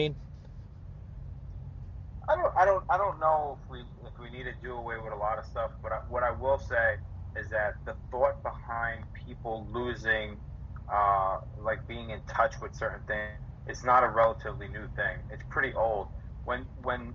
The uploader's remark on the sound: calls in via telephone and weighs in on the conversation